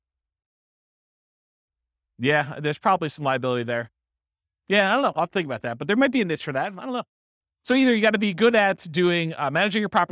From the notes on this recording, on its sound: This was a live class recorded